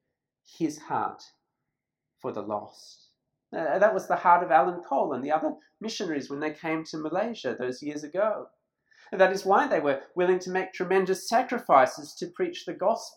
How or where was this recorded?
large echoing room